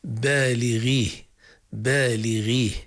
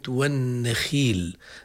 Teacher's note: مستوى الغين والخاء المكسورات في أدنى مراتب التفخيم